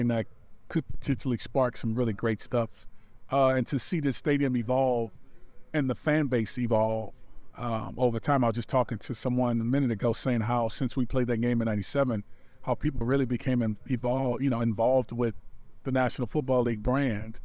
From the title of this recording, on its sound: Soundbites from this morning's event in Croke Park